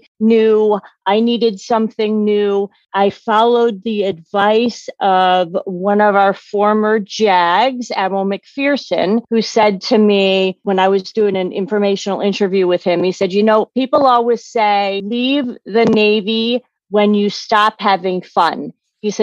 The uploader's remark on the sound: interview (via Zoom)